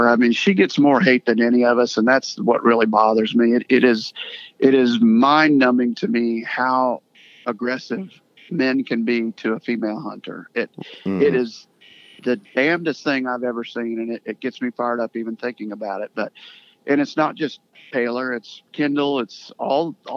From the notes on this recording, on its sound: He was kind enought to spend some time on the phone with us while we questioned him all about October bucks.